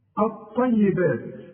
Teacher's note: اللام بتتحول الى نفس الحرف، اللام بتتحول الى طاء اوتوماتيك · Term: ادغمت